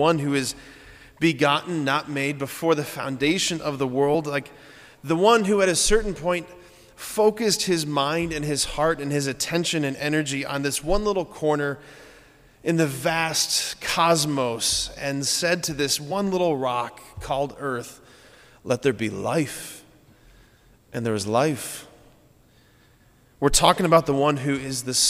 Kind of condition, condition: setting, large echoing room